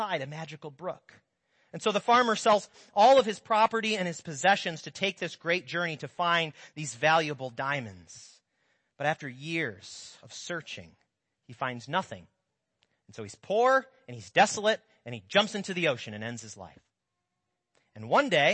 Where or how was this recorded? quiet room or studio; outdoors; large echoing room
large echoing room